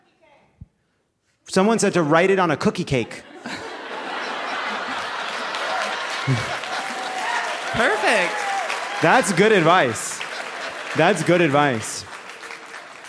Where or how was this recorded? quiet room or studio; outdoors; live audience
live audience